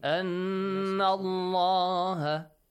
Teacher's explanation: noon mushaddad has to be pronounced with a ghunna sound